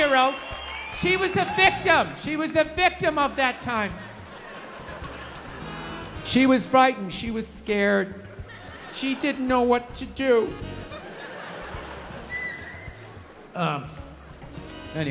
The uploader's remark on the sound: Live at Red Rocks (2022). Sped up 1.15x, intro/outro trimmed, Up Beat Smooth Jazz Saxophone Instrumental audio added.